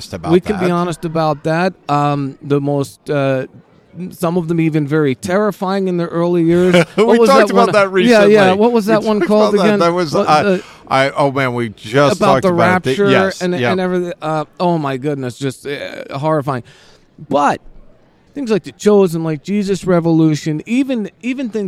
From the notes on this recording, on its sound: On the Road. Live at NRB 2023 (National Religious Broadcasters Convention).